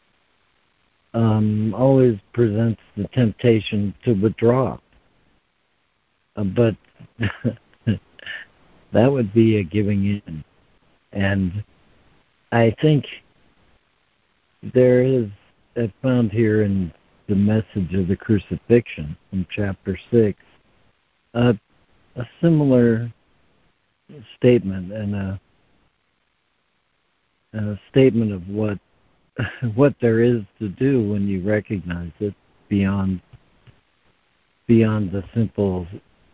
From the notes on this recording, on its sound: ACIM Daily Conference Call